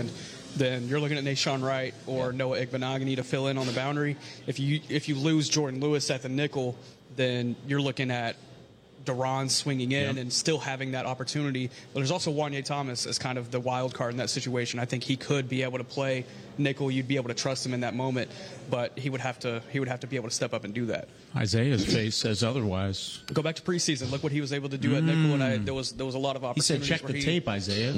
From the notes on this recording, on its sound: The Talkin' Cowboys crew takes the podcast on the road - live from the new Black Rifle Coffee Shop in Frisco, TX.